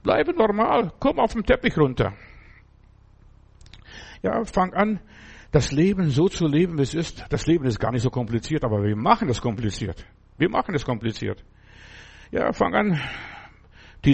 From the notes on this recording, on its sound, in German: im Gemeinde-Zentrum in Berlin aufgenommen